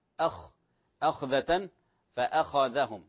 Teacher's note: انتبه لا تفخم الهمزة وفخم الخاء، أخ أخذة فأخذهم، هذه مفخمة.